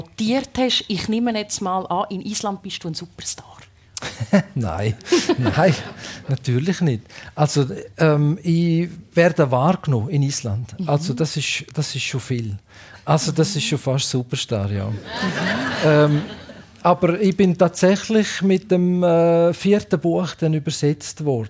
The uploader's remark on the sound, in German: März 2024 live mit Publikum aus dem Werdenberger Kleintheater Fabriggli in Buchs/St.